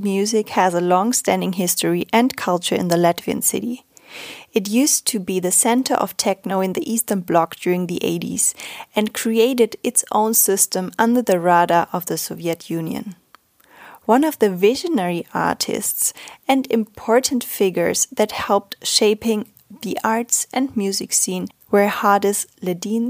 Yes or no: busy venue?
no